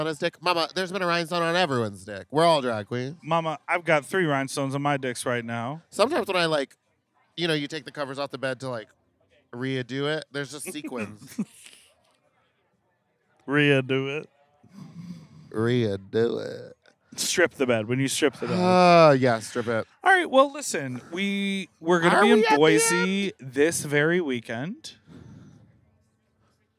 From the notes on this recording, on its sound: Sit in folding chairs in a parking lot in direct sunlight and record this show. Get ready for some shouting and screaming.